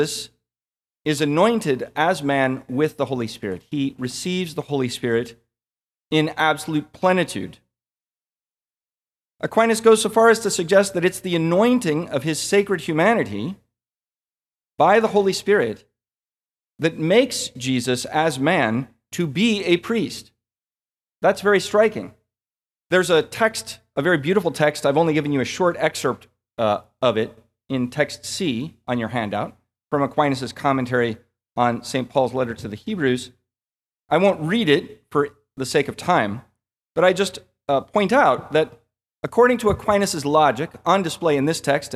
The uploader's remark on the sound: This lecture was given at the Catholic University of America. As part of the Thomistic Institute symposium titled "Toward a Fundamental Theology of the Priesthood."